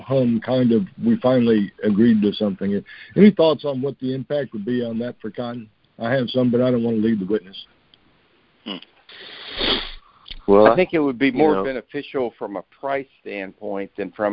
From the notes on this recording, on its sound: Monthly Conference Call.